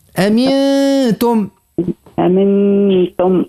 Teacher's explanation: اللسان ما يخدمش أنا ما يمسش المخرج متاع النون، لكن الصيفة متاع الغنة تقعد · Term: الإخفاء